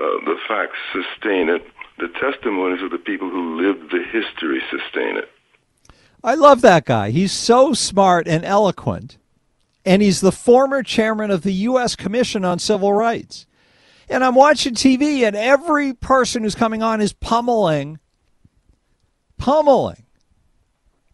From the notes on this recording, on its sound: Then, we take phone calls.